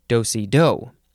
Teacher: it looks like the last syllable is emphasized more than the other ones